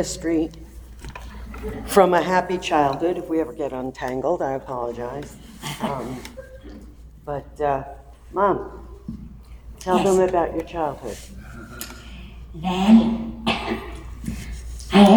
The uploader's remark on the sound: Recorded Live at The Torah Center ATL.